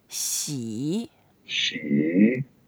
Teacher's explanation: 喜 is a third tone. You go down first, then up.